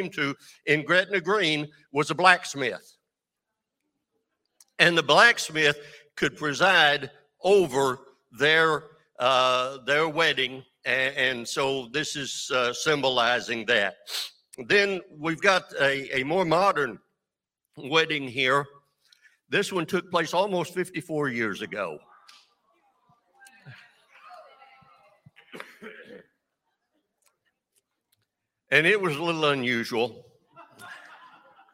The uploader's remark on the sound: This JAT was recorded live on November 6th, 2022 at Newark United Pentecostal Church.